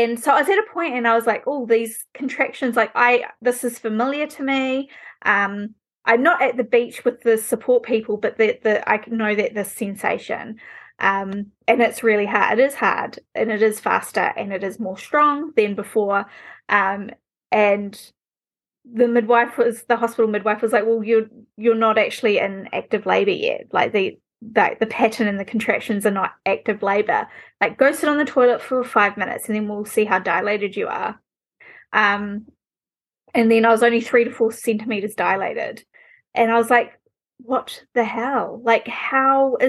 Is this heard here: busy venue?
no